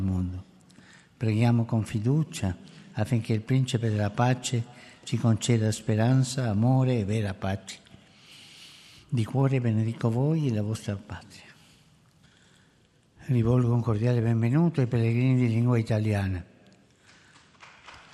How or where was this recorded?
live audience